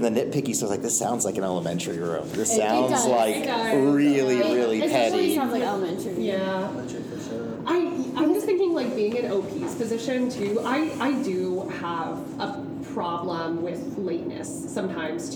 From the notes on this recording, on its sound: recording live at a teacher conference and joined by many!